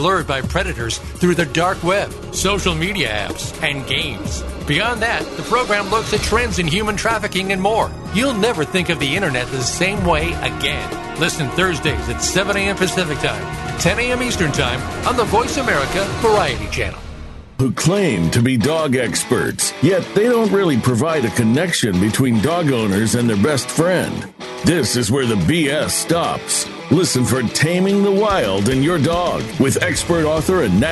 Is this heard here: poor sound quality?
no